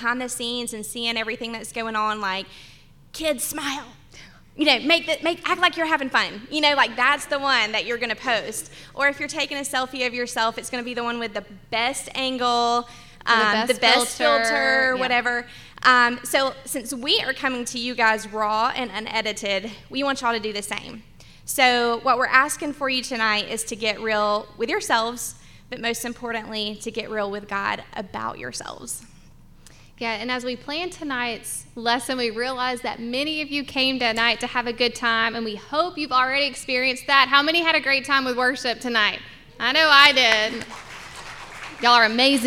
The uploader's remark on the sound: the live podcast we did at Talmo Baptist Church over the weekend